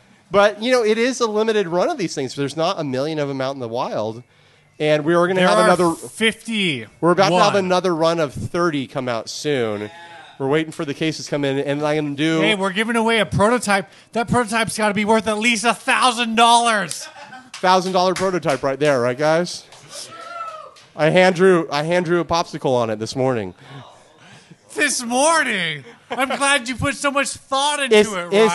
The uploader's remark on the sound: We recorded this live at Tiger!